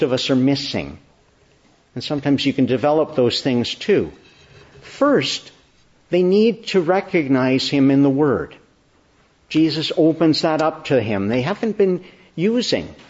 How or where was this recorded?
large echoing room